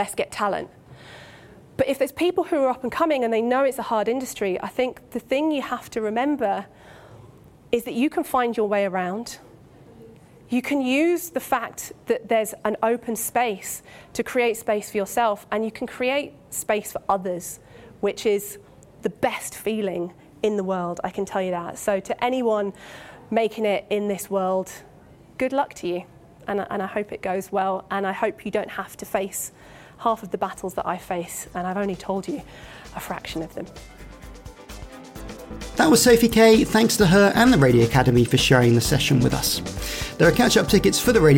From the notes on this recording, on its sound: Recorded live at the Radio Academy Festival this week.